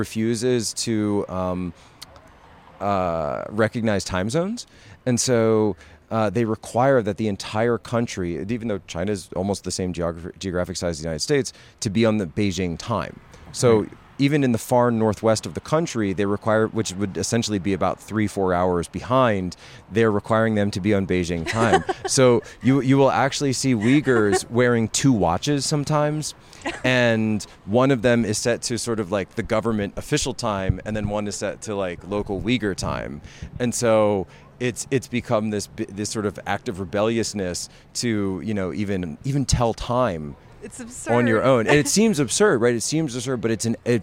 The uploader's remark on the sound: At the Better Discourse Conference in Milwaukee